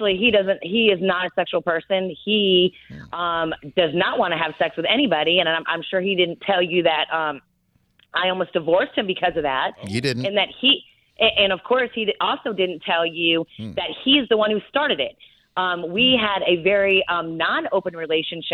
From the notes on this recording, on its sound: Surprise Phone a friend between a married couple.